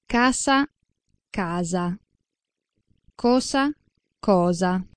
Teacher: In spagnolo, il grafema S, nella maggioranza dei casi, corrisponde al suono alveolare fricativo sordo S, a differenza di buona parte delle pronunce italiane dove è sonoro S, quando si trova in posizione intervocalica.